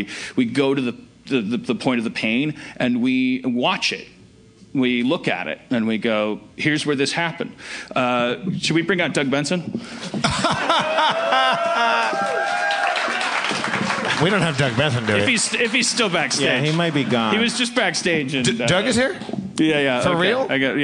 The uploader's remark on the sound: LIVE from Esther’s Follies at SXSW’17 in Austin, TX. Audience members.